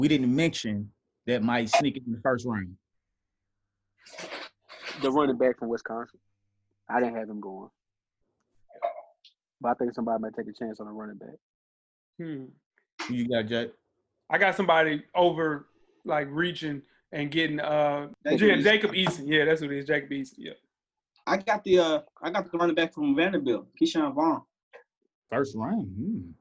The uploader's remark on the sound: our first virtual episode of the quarantine